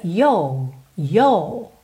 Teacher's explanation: Já no inglês britânico, a gente meio que alonga aquele O e fica yo, yo, ok? Você não tem a enroladinha do R.